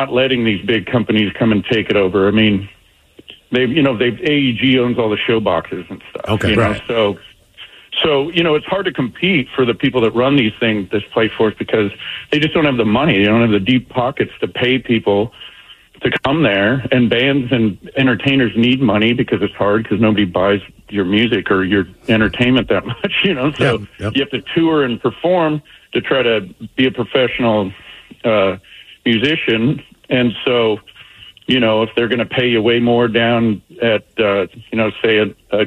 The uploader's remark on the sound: Special Phone Call!